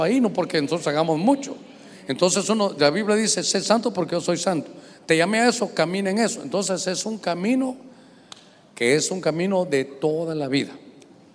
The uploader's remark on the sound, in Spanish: Este episodio fue grabado con público en Mass Experience evento por el 20 aniversario de radio Stereo Mass